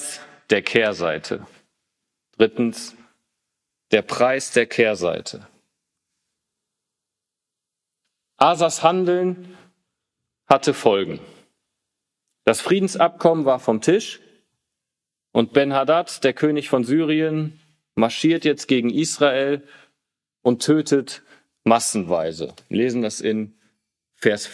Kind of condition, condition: setting, large echoing room